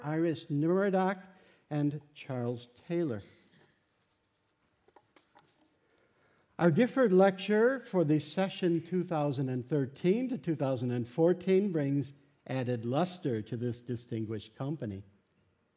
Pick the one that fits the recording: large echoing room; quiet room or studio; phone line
large echoing room